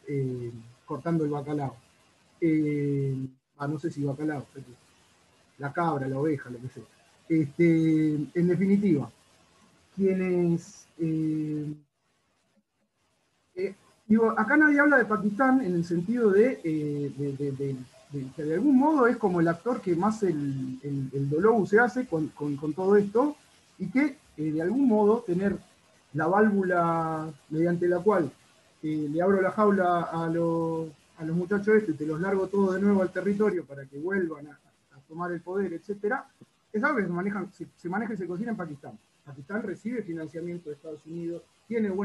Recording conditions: poor sound quality